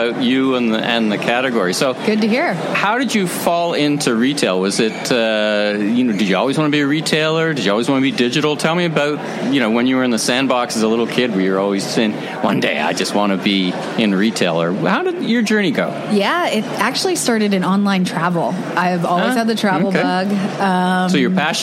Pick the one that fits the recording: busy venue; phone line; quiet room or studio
busy venue